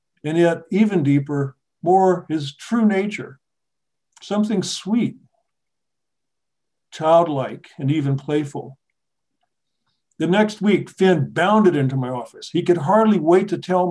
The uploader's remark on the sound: This episode features the audio from one of our recent webinar presentations.